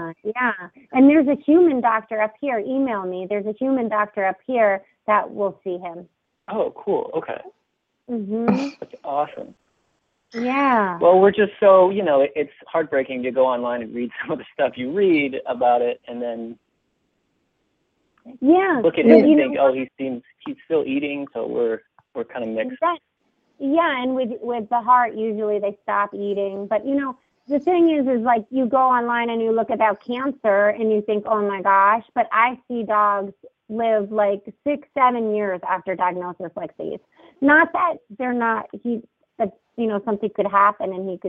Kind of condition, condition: link, phone line